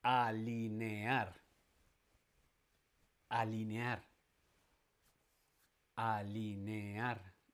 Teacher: Alinear lleva la tónica en la última, por lo tanto es una palabra aguda.